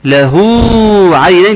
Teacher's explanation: مد صلة صغرى يمد بمقدار حركتين